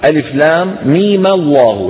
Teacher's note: من التقاء الساكنين، يحركون الميم بإيه؟ بالفتح، لأن الفتح أخف الحركات وأسهل الحركات